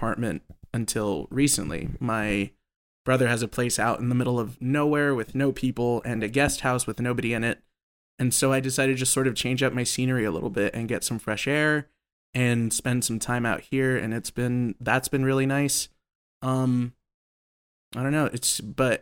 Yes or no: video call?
no